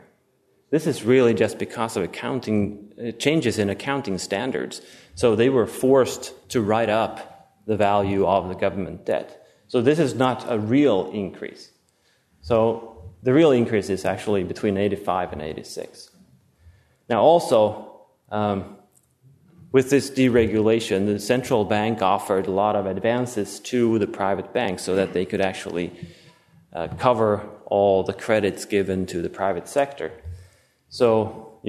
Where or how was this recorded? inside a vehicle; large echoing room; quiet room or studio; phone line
large echoing room